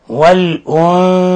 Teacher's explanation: نون ساكنة جاء بعد حرف الثاء، الحكم التجويدي إخفاء حقيقي، إخفاء حقيقي، لأن الثاء من حروف صف ذا ثنا، شاهد ثنا، ثاء من لفظ ثنا، فهي إذن من حروف الإخفاء الحقيقي، فنقرأها هكذا.